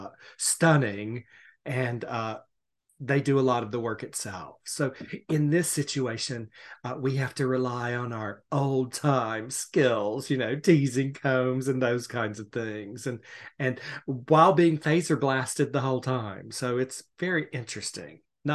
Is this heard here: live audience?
no